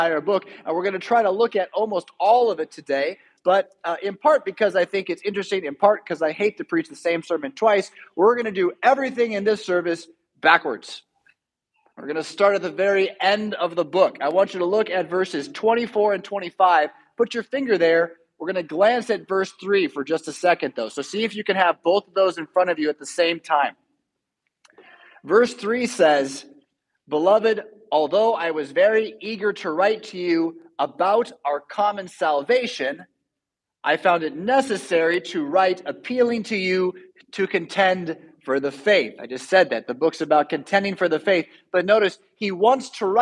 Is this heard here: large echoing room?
yes